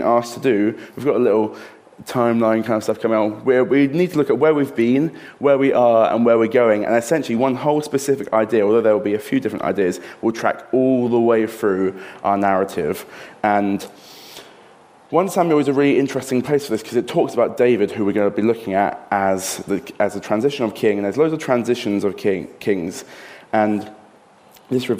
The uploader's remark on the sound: This sermon was recorded on Sunday 18th June 2023 at our Putnoe venue.